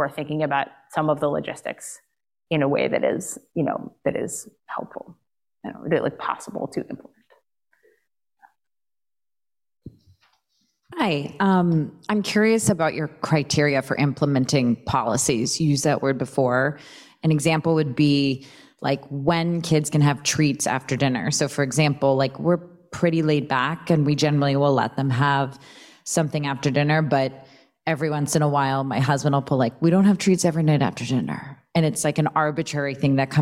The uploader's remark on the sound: Today’s episode is an audio recording from one of my recent appearances in Montclair, New Jersey. It was an amazing night.